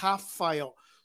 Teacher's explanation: But the but our R sounds like an H. So we say Rafael.